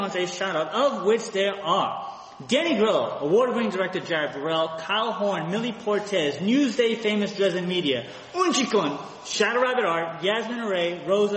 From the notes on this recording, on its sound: At our 69th Live show (courtesy of the East Meadow Public Library).